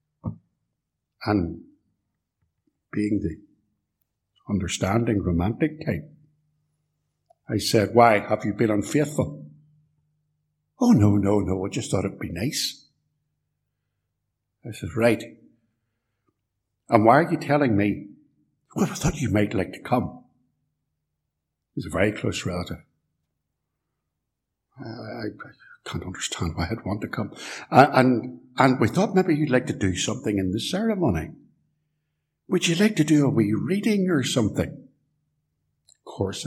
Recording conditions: large echoing room